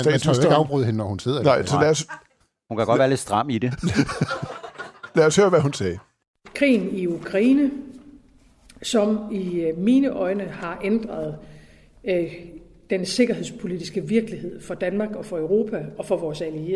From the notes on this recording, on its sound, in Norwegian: i Avistids live-show